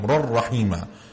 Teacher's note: the ra has a fathatain, and then the next ra, you merge them